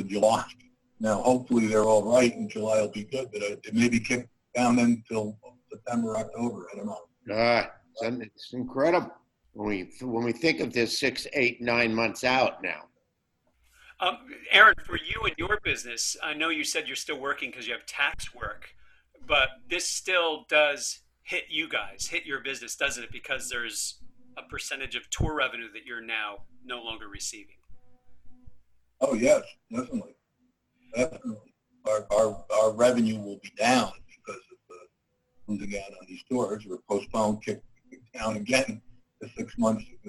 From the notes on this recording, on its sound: The sound isn't great on this, but it's good enough to hear an interesting conversation.